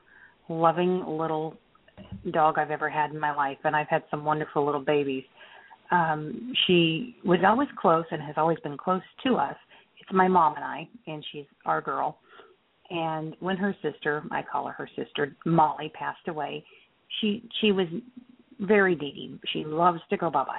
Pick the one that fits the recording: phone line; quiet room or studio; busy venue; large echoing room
phone line